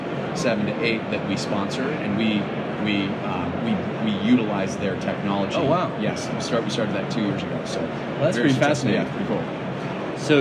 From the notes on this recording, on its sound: Live from ICSC RECON in Las Vegas.